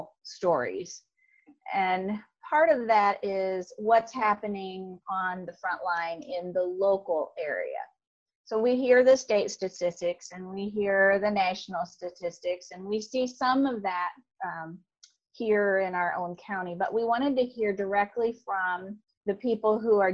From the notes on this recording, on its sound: Noble County, Indiana COVID-19 Forum. Online via Zoom.